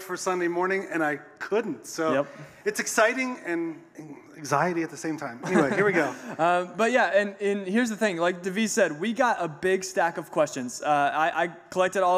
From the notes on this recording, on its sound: Recorded a Podcast Live On Stage. Recorded last Sunday on stage.